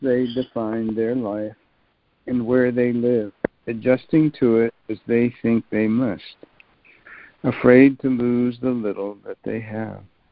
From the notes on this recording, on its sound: ACIM Daily Conference Call.